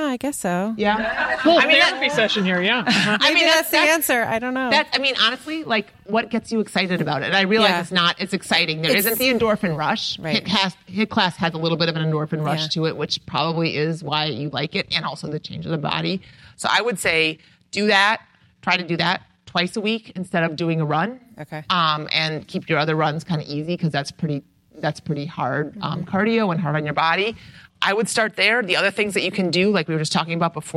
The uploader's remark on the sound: Live from Hilton Head Island! Fielded questions from a live audience (at an AMR Retreat).